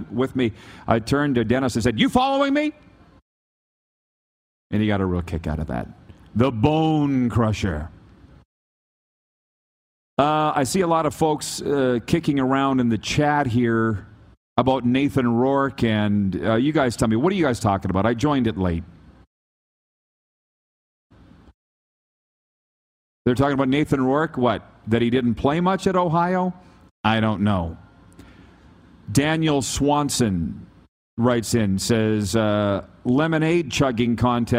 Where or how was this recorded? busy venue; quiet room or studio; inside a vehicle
busy venue